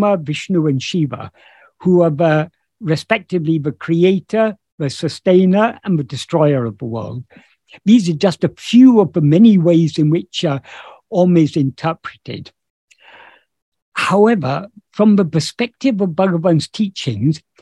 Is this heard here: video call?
yes